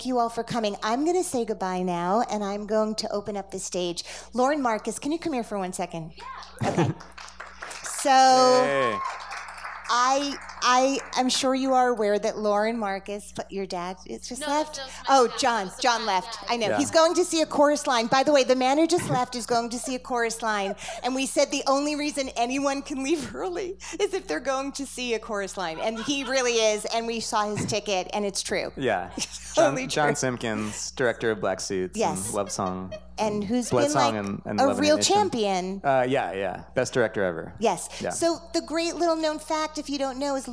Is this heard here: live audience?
yes